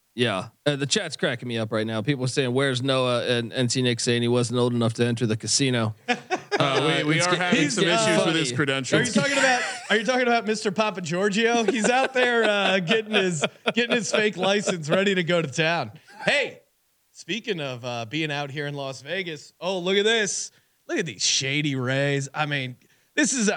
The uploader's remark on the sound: Live from The Wynn in Las Vegas. Are live from The Wynn in Las Vegas giving out their March Madness picks .